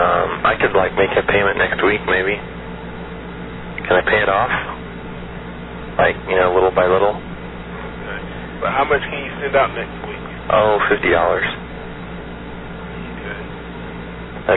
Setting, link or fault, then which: link, phone line